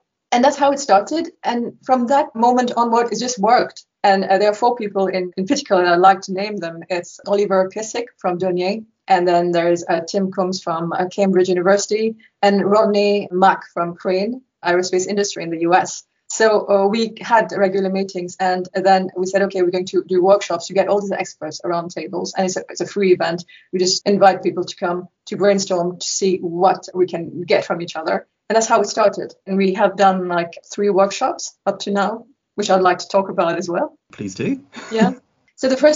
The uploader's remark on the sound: Due to the COVID-19 pandemic, this episode was recorded virtually, so we apologise for any dips in audio quality.